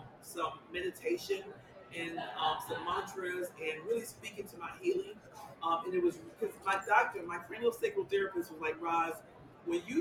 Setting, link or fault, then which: setting, busy venue